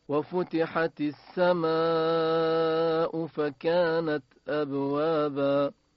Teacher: اینجا کلمه السماء در واقع کلمه ای است دارای مد متصل، ما در قرائت حمزه اون رو به میزان شش حرکت یا طول میکشیم